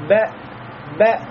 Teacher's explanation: у меня остановка в горле, потому что хамза является горловым звуком